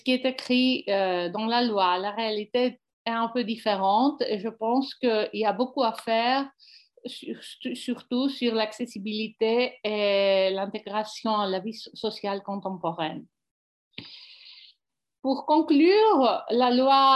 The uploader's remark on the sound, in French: Séance enregistrée sur Zoom.